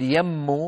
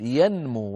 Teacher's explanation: نرى الكلمة الثانية على اللوحة، ينمو فعل مضارع ماضيه نما، نما ينمو، إذن لا نقول يمو بل نقول ينمو ونظهر النون · Shown in: second take